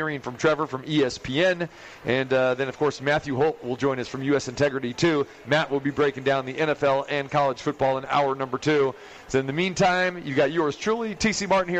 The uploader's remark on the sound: Live from The Cosmopolitan of Las Vegas.